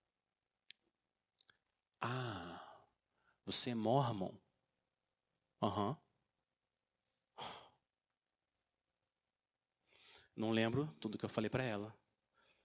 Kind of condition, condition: setting, large echoing room